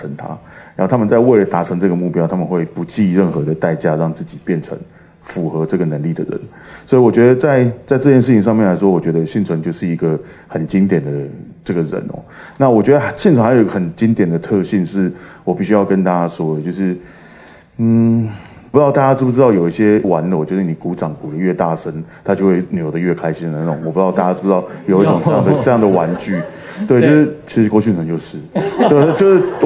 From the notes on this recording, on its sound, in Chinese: 本集節目取自天下文化舉辦的。台北新書分享簽書會現場錄音。